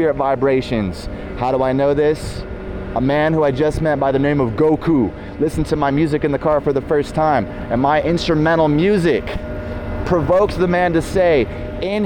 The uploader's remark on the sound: At Downtown Las Vegas Bonneville RTC transit center! A live Sermon to the Gentiles and lost sheep of Israel at Downtown Las Vegas Bonneville RTC transit center!